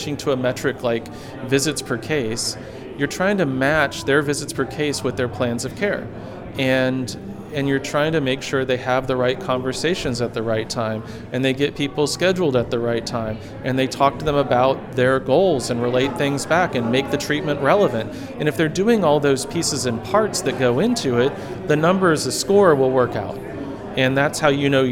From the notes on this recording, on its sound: LIVE from the Net Health Event at the Private Practice Section Meeting in Chicago